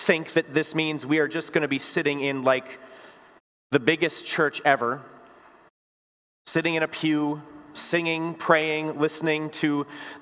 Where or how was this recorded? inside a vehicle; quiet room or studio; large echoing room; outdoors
large echoing room